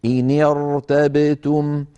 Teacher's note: لاحظتم أني لما قرأت فخمت الراء، إن ارتبتم، هذه الراء لو تأملناها، من كان منكم معه مصحف فلينظر، إن ارتبتم، الراء ساكنة مسبوقة بهمزة وصل، وهمزة الوصل لو بدأنا بها نقول ارتبتم، إذن راء ساكنة قبلها كسرة عارضة، ما هي الكسرة العارضة؟